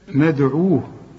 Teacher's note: وادي الباء خدناها اللي خدناها بتاعت القلقلة من قبل. ندعو الدال برضو نقلقل ما دام عليها السكون